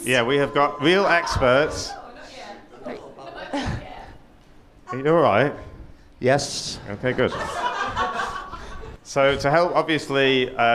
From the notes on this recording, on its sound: Live at the Comedy Cafe Berlin. Our first ever live show.